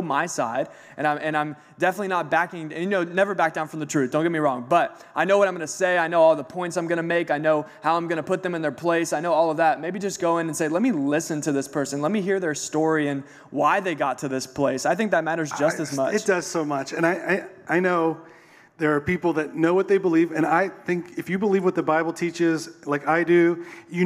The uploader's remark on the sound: The Day We Recorded a Podcast Live on Stage. It is our first episode in front of a live audience!